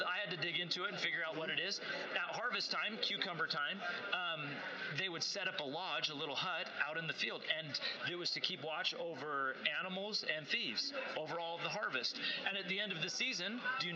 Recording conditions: background noise